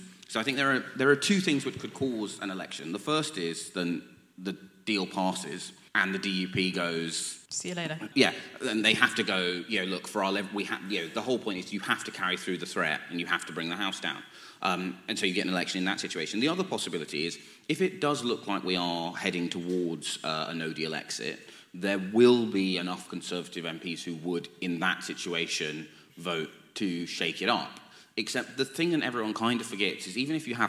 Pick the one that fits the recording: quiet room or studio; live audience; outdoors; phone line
live audience